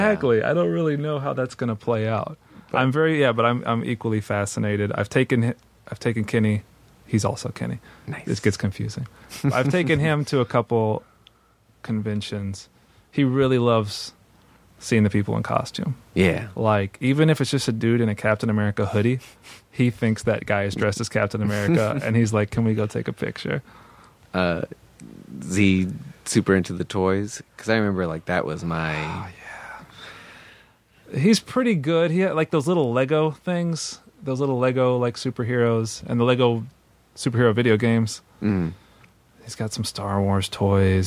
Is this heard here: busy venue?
no